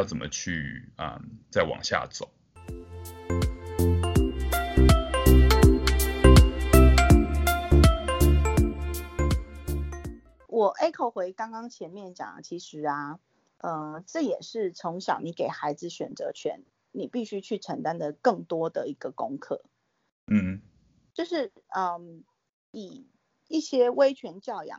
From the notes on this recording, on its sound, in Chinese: 疫情期間透過網路平台錄音，音質部分還請見諒！